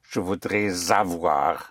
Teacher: So whenever you push the S into the vowel, it takes on the sound of a Z